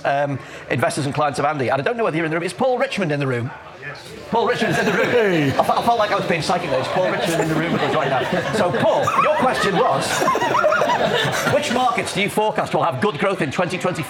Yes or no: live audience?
yes